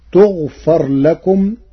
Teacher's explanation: قرأ ورش كلمة نغفر بالتاء الفوقية المضمومة وفتح الفاء